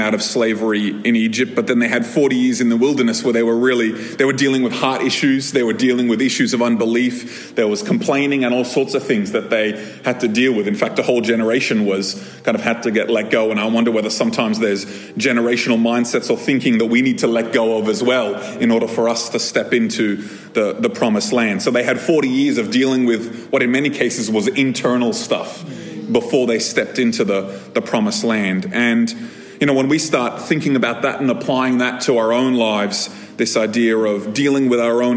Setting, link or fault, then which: setting, live audience